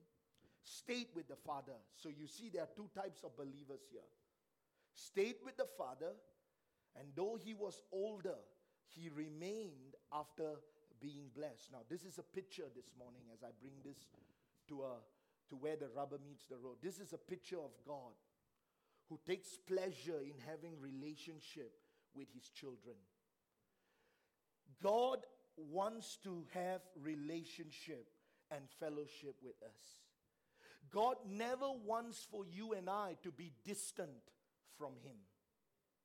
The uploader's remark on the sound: A message preached during our Sunday Morning service